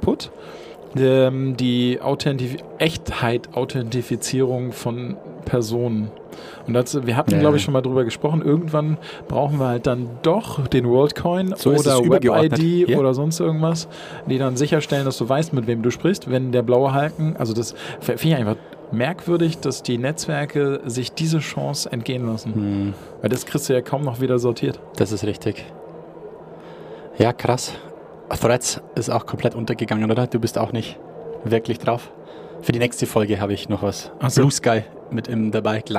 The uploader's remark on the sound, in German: Live von der ZPE